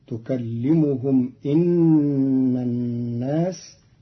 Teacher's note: قرأ قالون كلمة أن بكسر الهمزة فتصير تكلمهم إن الناس على الاستئناف.